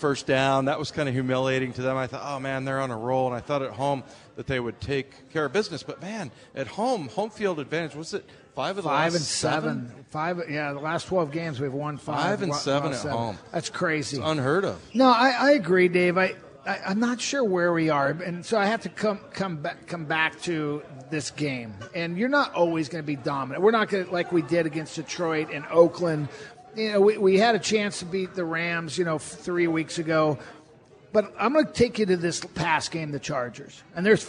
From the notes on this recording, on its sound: live at Pearl Bar and Dining